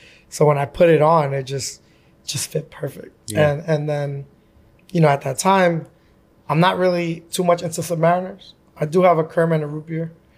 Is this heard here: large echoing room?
no